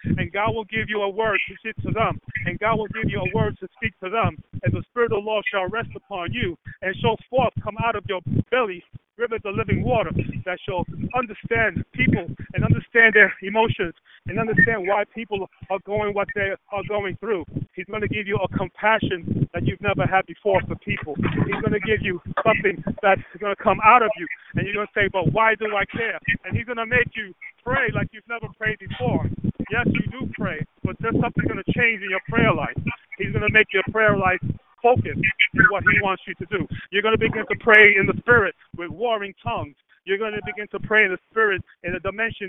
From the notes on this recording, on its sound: towards the end of the conference call